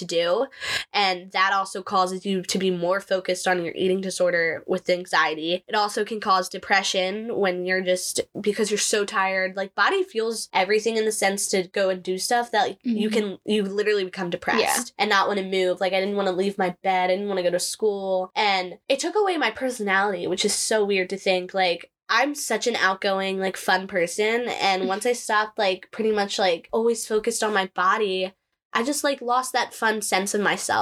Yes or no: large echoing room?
no